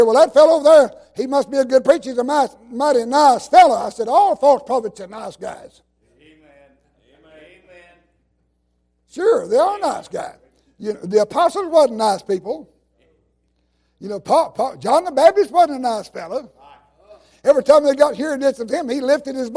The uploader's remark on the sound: While he was in revival service at Calvary Baptist Church of Kingston, Tennessee.